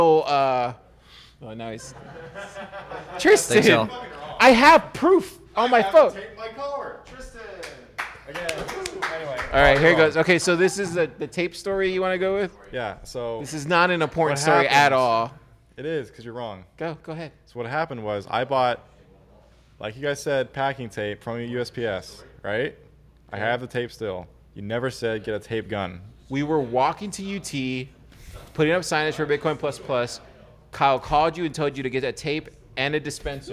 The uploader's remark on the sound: Pleb Broadcasting Service was broadcasted from Austin, Texas on July 29th in front of a live Pleb audience.